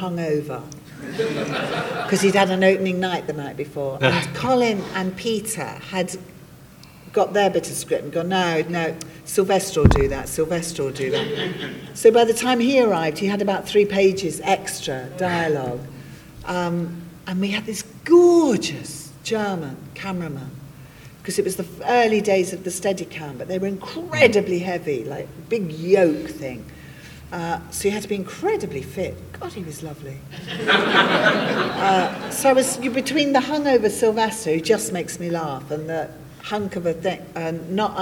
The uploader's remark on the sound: On stage at the recent Big Blue Box 2 convention held in Tunbridge Wells.